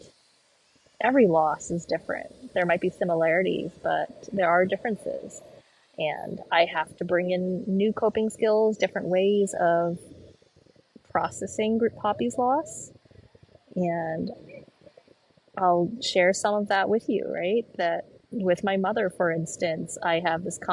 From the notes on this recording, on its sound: Postcard from Portugal. As I walk and talk from the streets of Lisbon.